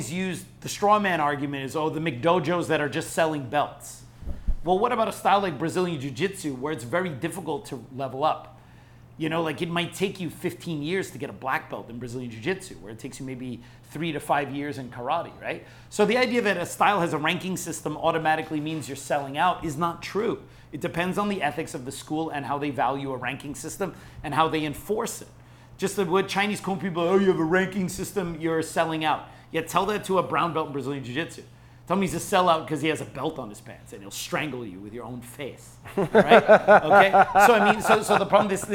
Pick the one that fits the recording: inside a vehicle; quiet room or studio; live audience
live audience